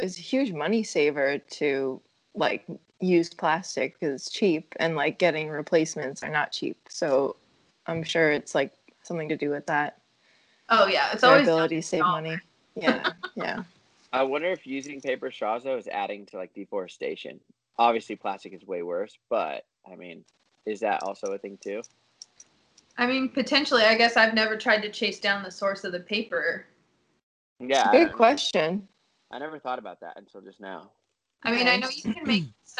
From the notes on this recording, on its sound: We are recording from all over the country via skype - occasionally there are some audio issues due to that.